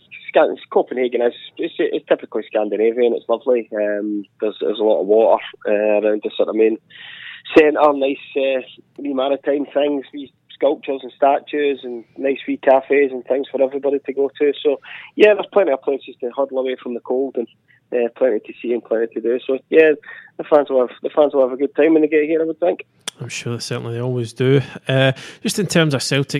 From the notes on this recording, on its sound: on the phone from Copenhagen